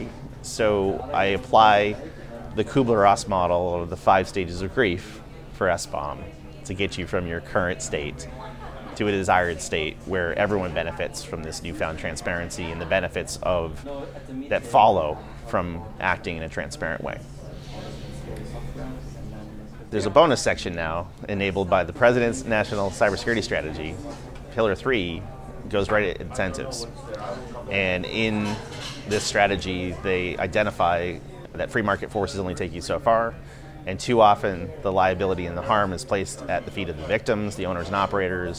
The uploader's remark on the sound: In this special Café edition of ConversingLabs. On the sidelines of the RSA Conference 2023 in San Francisco.